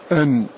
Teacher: الحروف من مخرج النون، فكلما بعد المخرج من النون وجب إظهاره، فالنون كما نعلم تخرج من طرف اللسان مع أصول الثنايا العليا